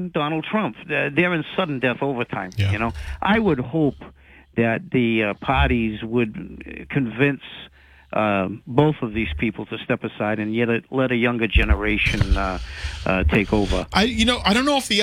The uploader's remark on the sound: takes calls from the audience